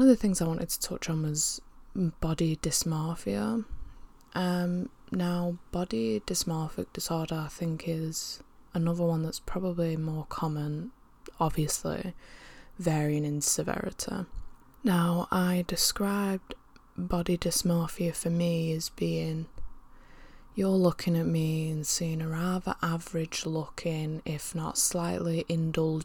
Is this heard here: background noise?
yes